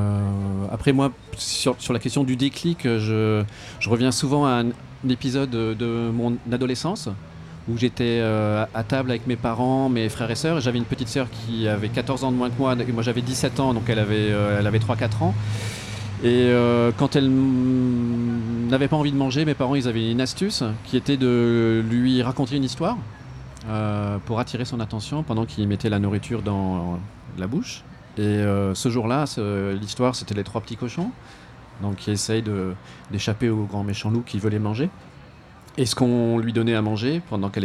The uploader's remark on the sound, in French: Une table ronde enregistrée le 17 juin dernier lors de la Vegan Place de Tours. Lors de la dernière Vegan Place de Tours.